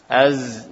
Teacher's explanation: Ketika mengucapkan huruf zai, nafas tertahan. Ya, nafas tertahan. · Term: jahr